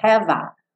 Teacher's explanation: Eu não pronuncio o F não. Já junto no A